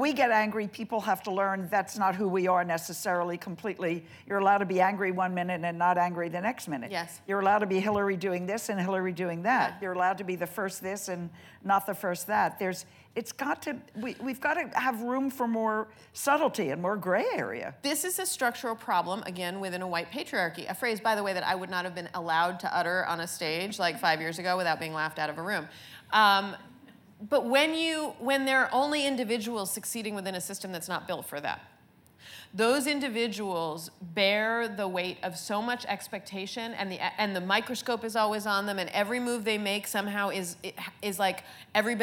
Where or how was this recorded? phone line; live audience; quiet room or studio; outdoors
live audience